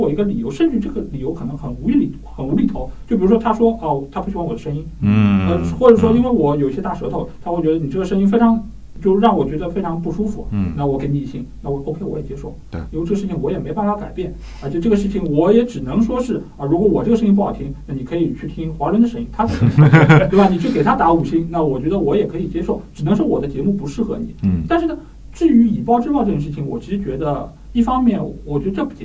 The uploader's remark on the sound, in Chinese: 这期节目其实音质不过关，但因为实在无法挽救，所以就只能以这个形式上线了，实际上有点半成品的味道。